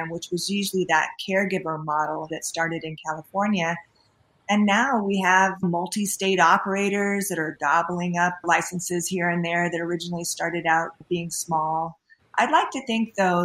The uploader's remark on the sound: Recorded on Squadcast